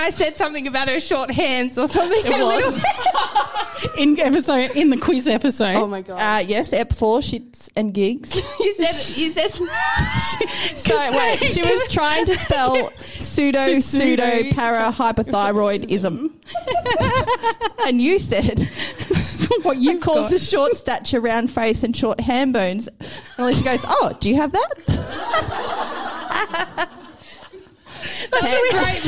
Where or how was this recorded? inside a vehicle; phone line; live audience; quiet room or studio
live audience